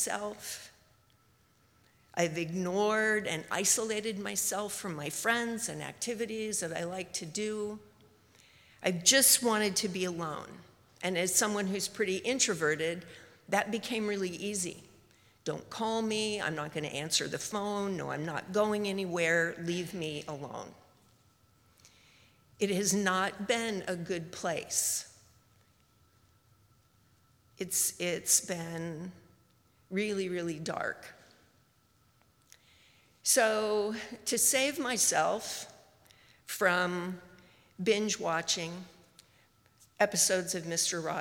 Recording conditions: live audience